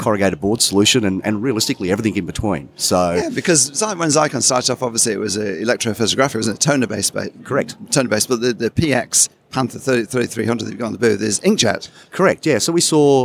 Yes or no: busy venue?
yes